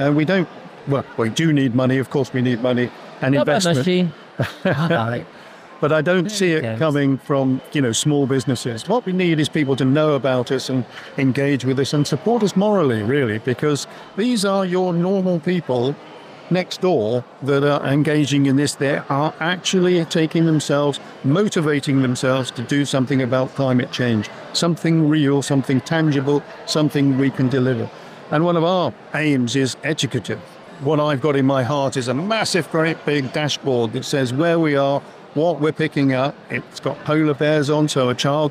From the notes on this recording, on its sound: Recorded live at Devon Business Show.